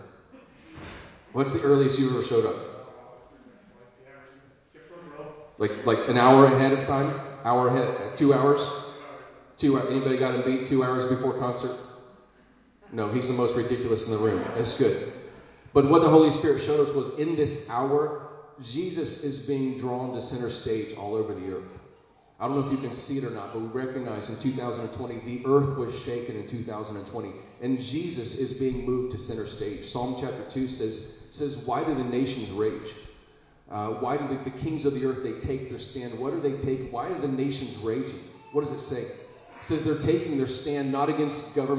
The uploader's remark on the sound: Recorded live in Liberty Church on 14 August 2022